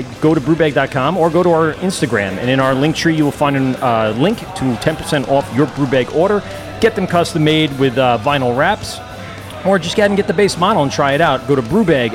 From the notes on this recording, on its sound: LIVE at Garvies Point Brewery and Restaurant. Live from the brand new space.